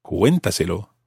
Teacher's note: it has to maintain the stress on the cué